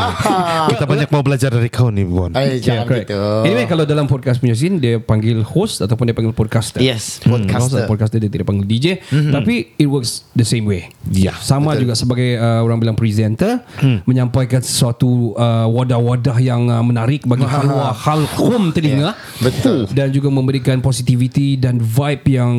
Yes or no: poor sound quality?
no